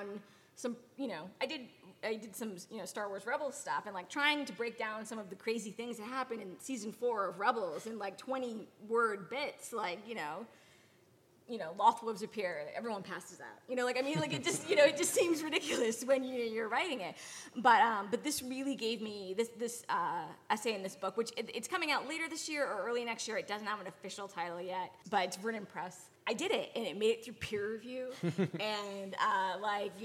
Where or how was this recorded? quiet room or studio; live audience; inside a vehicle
live audience